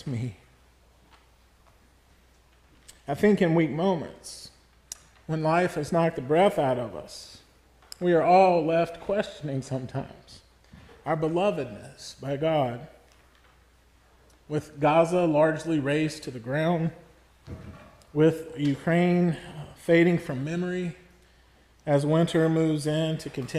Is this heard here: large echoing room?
yes